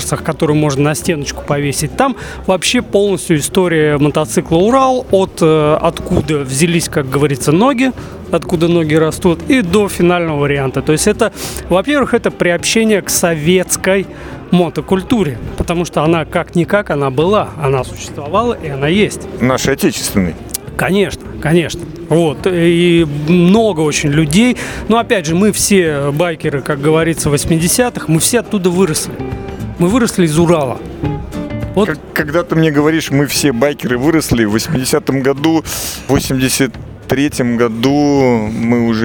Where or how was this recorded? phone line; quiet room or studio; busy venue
busy venue